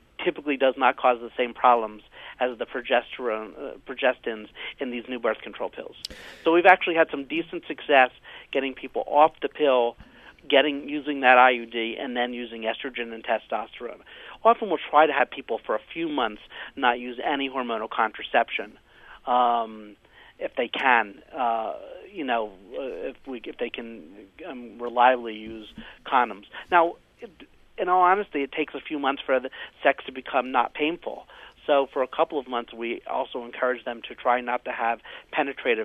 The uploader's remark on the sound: they take a listener phone call